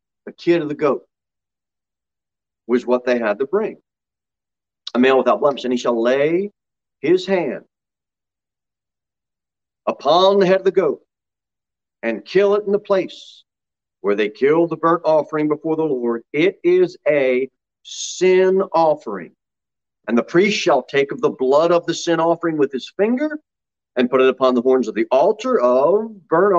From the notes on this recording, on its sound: Sermon delivered at Pilgrim Baptist Church on Sunday, April 18, 2021, at 6:15 pm.